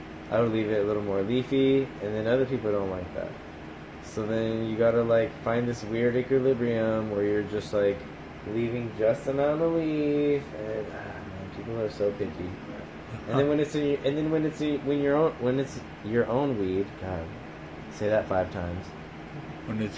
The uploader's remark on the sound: Recorded off of a phone. We had two silent guests who wanted to observe the podcast!